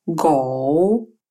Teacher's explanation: Непридыхательное – это «г», который похож на русский «г», но является глухим